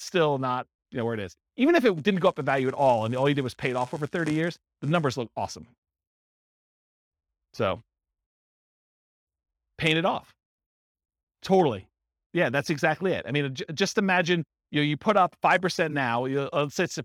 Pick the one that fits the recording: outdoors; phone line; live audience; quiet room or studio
live audience